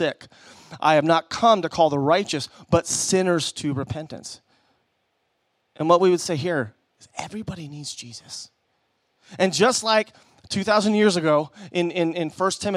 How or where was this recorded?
large echoing room